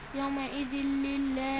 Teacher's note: هي عندك تنوين بعد لام إدغام بدون كنة